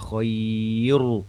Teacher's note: Ada bunyi i soalnya di sebelum ro yang disukunkan karena waqaf · Term: khair tipis